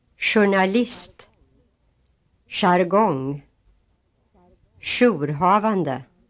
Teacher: In some words borrowed from French, J is pronounced like English shh.